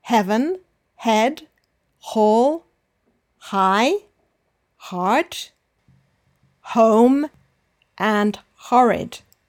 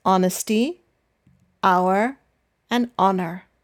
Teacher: the H is pronounced in heaven, head, hall, high, heart, home, and horrid. But it is silent in the words honesty, hour, and honor.